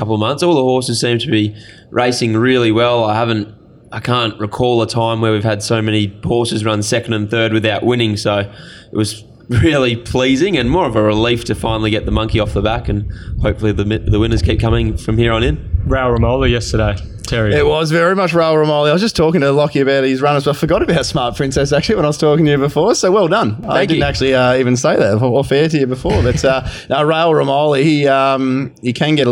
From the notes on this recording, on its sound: Sitting pretty in the 1900 Bar at Ascot racecourse